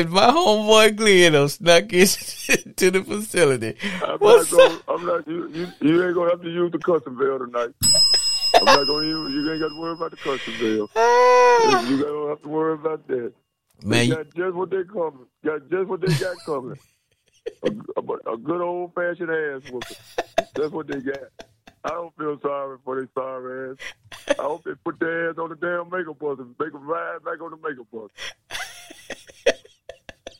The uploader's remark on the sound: callers in a non confrontational setting can call in live